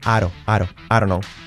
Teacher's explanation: ese I ya es una A prácticamente.